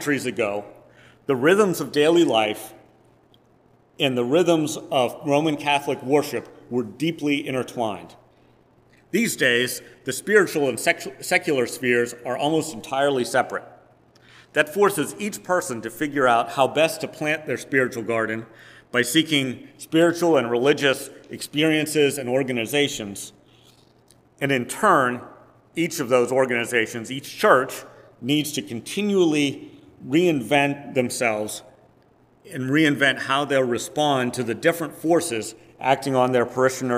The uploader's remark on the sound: Preached on August 7, 2022, at First Presbyterian Church of Rolla.